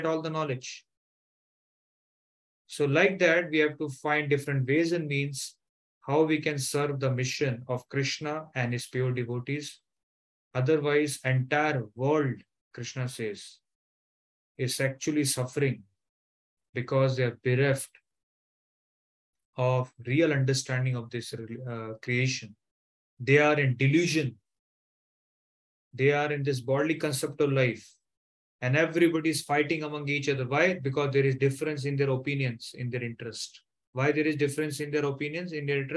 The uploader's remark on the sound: Online Zoom Class